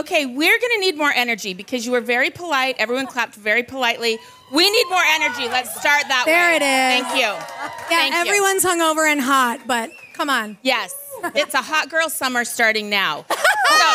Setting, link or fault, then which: setting, busy venue